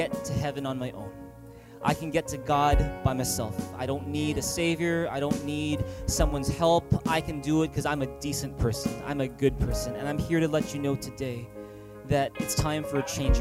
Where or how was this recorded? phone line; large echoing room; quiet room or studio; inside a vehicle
large echoing room